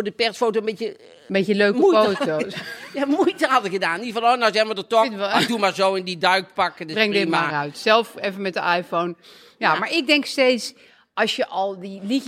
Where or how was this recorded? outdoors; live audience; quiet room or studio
live audience